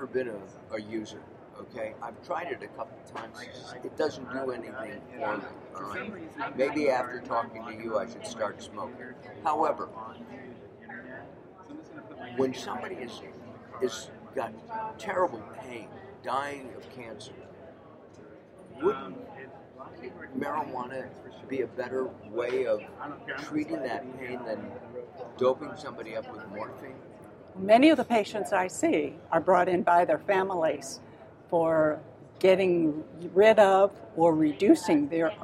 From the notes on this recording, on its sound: LIVE from Supple Side West in Las Vegas